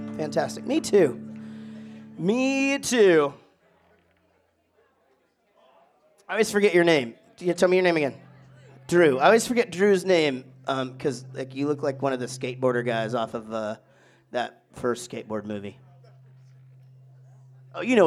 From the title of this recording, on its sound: LIVE from Hat Trick’s Sports Bar, Lewisville, TX